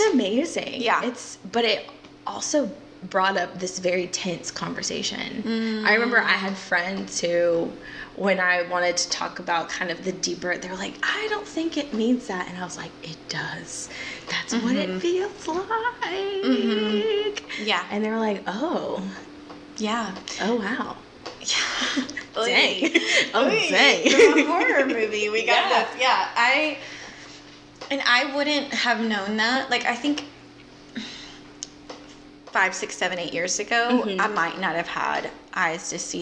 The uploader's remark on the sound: Please forgive any buzzing you might hear throughout